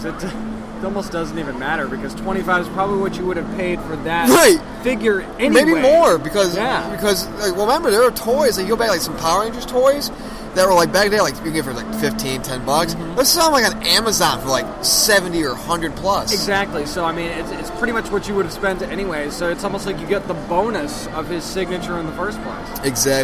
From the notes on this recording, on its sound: Tidewater Comicon 2016 Live Show. Tidewater Comicon 2016 is in the books and we were there to cover it all live! Hear us talk to con-goers.